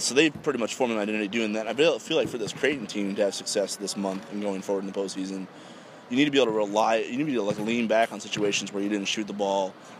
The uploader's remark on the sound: live from the Big East Tournament in NYC.